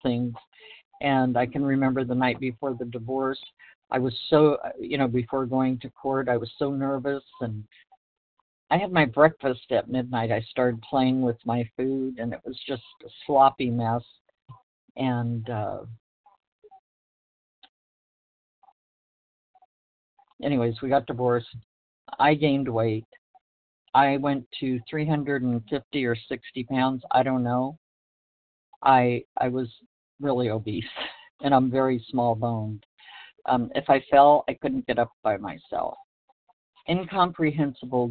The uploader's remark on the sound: From the 100 Pounders Phone Meeting.